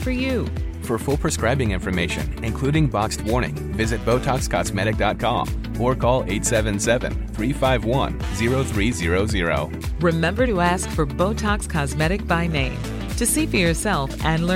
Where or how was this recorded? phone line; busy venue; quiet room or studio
busy venue